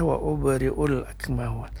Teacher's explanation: Kemudian ada qalqalah pada kata wa'ubri'u, ba yang sukun Tapi qalqalahnya qalqalah segera saja